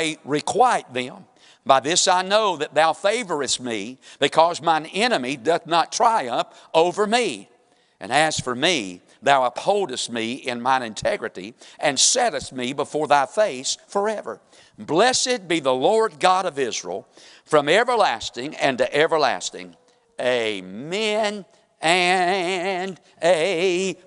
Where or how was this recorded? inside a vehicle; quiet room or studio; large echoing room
large echoing room